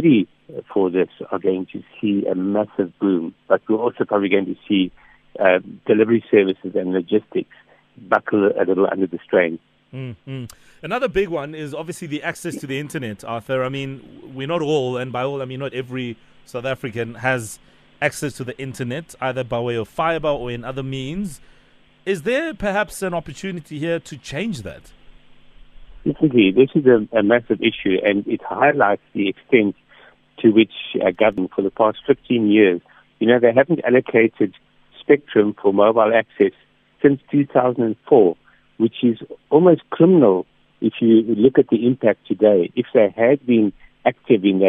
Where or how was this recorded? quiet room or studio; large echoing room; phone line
phone line